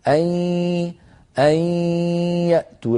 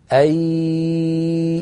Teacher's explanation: ينطق الإنسان صوتين معا، ياء من الفم وغنة من الخيشوم في الوقت ذاته · Shown in: first take · Term: إدغام بغنة